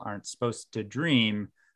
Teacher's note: the suppose is, there's no D · Term: dropping the D